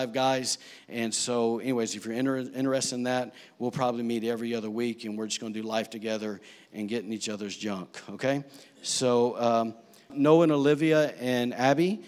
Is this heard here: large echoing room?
yes